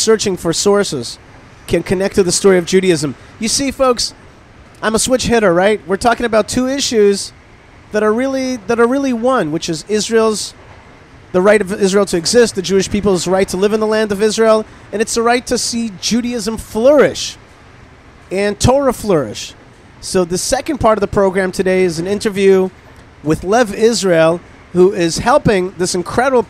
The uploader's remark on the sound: On the Train to Israel Destiny Via Washington DC.